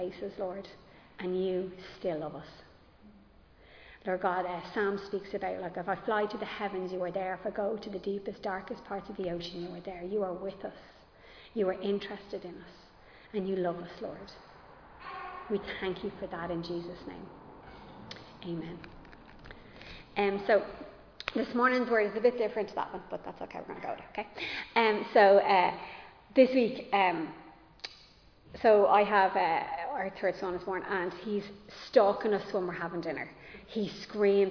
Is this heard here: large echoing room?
yes